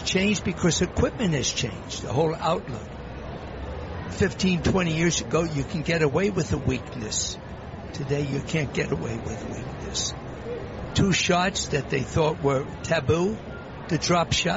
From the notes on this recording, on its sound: Live from the 2016 US Tennis Open.